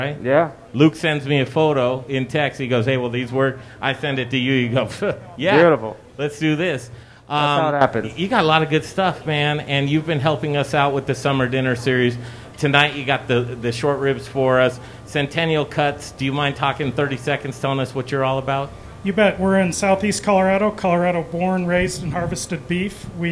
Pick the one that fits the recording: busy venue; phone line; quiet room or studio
busy venue